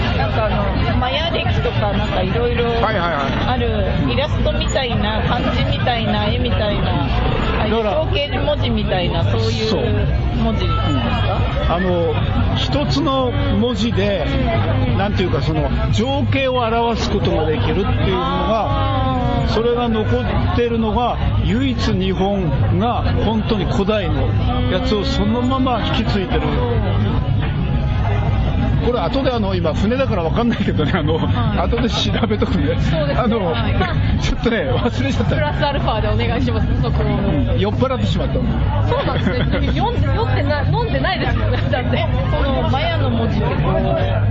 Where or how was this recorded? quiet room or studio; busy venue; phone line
busy venue